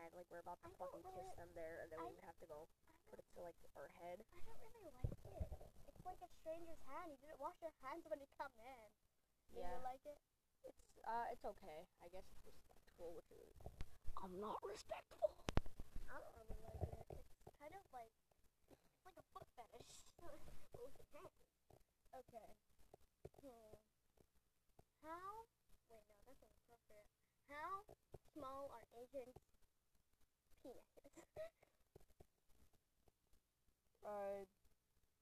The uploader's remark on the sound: the audio is trash